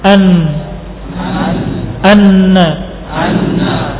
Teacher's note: Sering-sering diulang-ulang. Dan juga makhrajnya nun, ujung lidah dengan gusi, tapi di atasnya lam, lebih ke dalam.